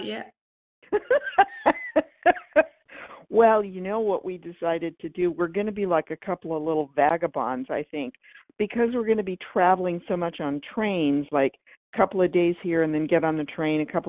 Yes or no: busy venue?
no